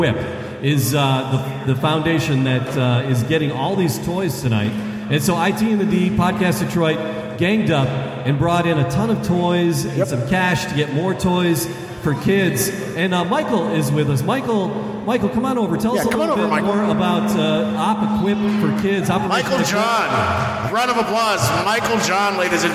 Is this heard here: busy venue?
yes